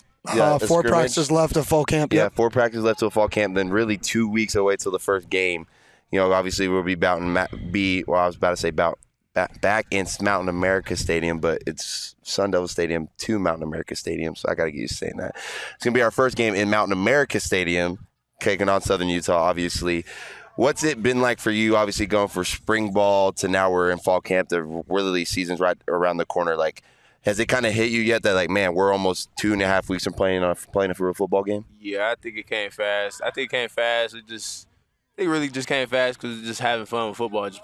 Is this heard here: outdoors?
yes